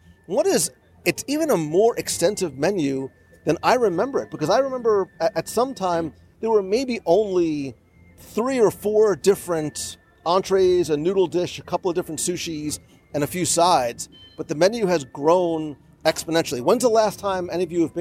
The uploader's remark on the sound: Live Review of Katsura Grill in Japan in EPCOT. As we gather around a table in the outdoor, upper level seating area at Katsura Grill in the Japan pavilion in EPCOT.